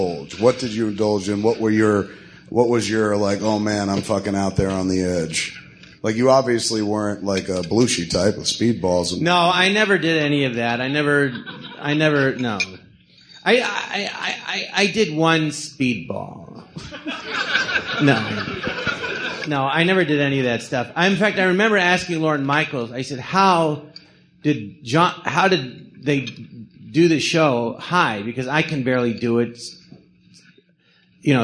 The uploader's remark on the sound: Recorded live at the Jon Lovitz Podcast Theatre.